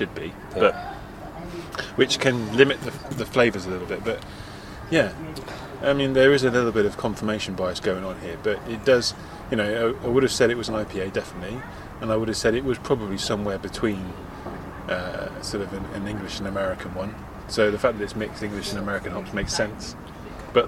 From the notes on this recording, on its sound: In other amazing news we got back into a real live pub! Well...outside a real live pub but that's still pretty cool, especially as the sun was out!